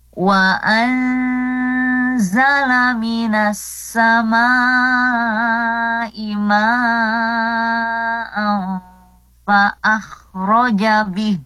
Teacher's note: ada nun sukun bertemu dengan huruf zai, salah satu huruf ikhfa tadi ya, ikhfa hakiki ya. Kita praktekkan, dibaca samar dan didengungkan.